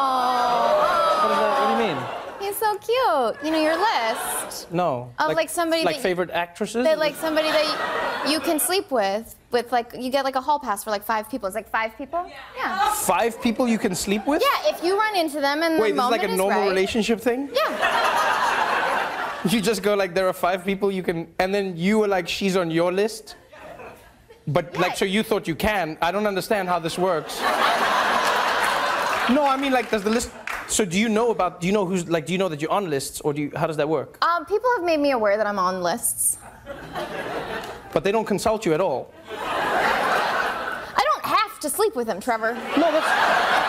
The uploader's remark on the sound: Every now and then, Daily Show guests like to hang out after their interview and let the audience ask them questions.